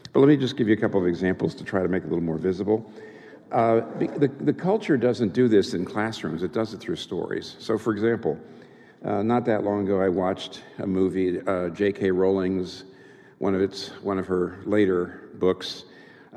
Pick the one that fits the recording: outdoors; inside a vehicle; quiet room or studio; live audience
live audience